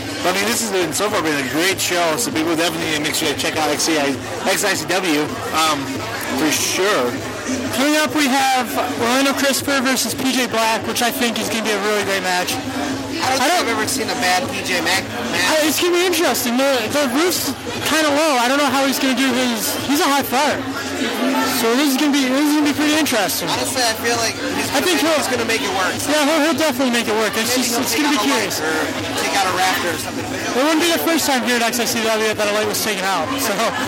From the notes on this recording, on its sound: Live From XICW 201.